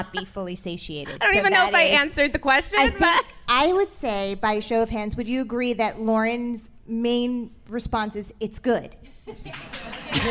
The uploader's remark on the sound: In front of an audience for a live podcast recording on stage at SubCulture in NYC.